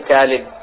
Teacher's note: ونطق الطاء تاء كقولهم طالب يقولون طالب